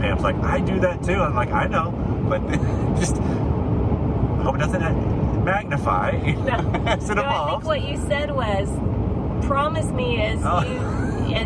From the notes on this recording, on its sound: While we were driving back.